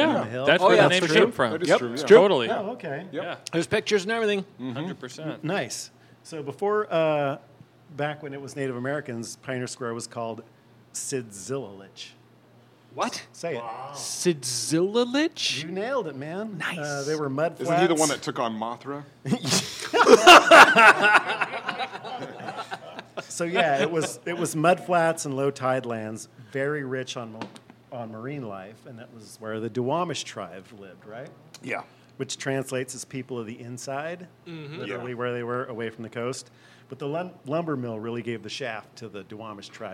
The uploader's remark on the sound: Recorded in the dark, spooky basement of the Merchants Cafe. Recorded live at Merchants Cafe.